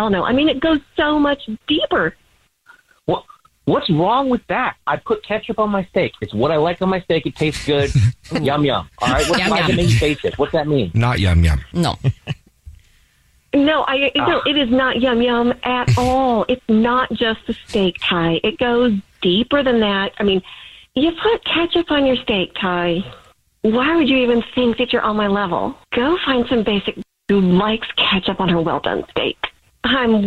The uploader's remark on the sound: there is a woman on the phone